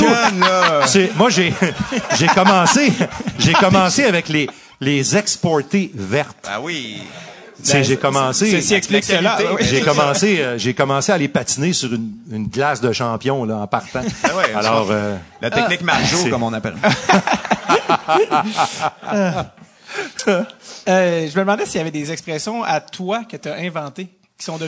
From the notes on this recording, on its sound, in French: épisode spécial enregistré devant public